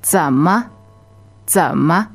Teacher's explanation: third tone, which goes low, and then ma is neutral